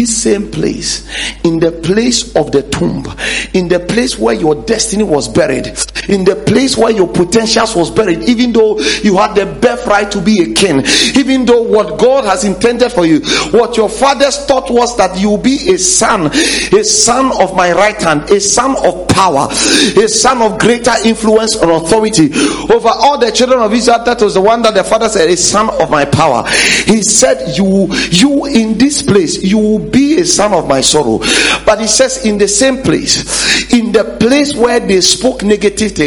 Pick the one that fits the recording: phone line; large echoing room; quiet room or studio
large echoing room